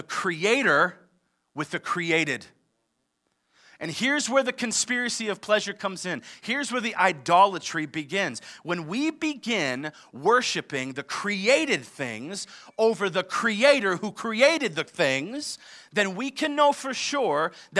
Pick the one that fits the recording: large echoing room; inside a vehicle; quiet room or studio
large echoing room